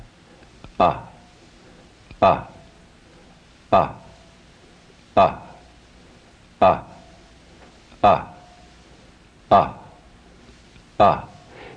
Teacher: A is guttural, position 1. It's also short in its duration. It has 1 beat, or in Sanskrit, 1 matra.